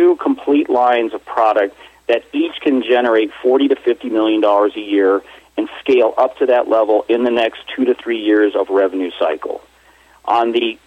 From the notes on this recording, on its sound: called in to SmallCapVoice